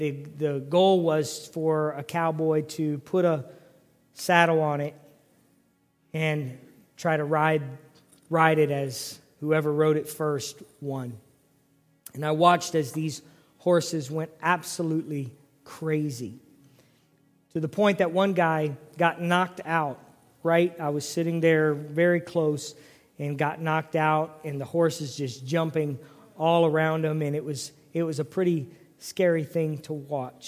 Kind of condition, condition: setting, large echoing room